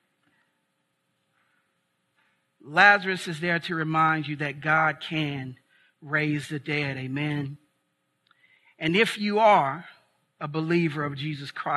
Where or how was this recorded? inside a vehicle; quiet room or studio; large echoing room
large echoing room